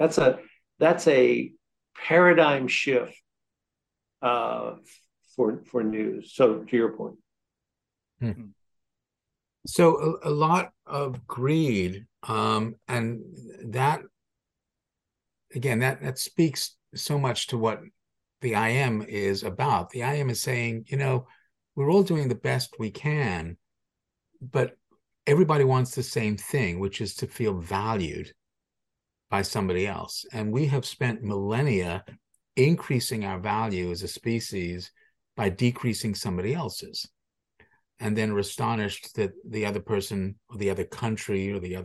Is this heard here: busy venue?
no